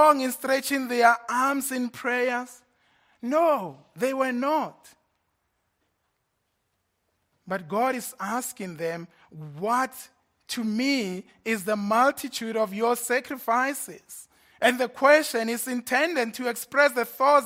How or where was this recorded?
large echoing room